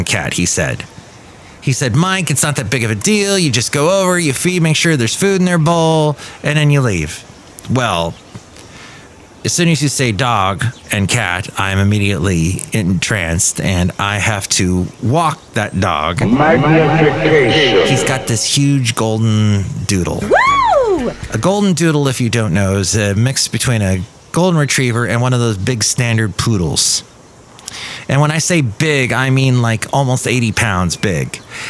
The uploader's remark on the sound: podcasts live from Café Anyway